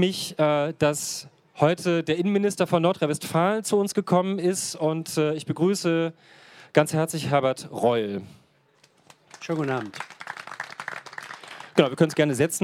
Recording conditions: busy venue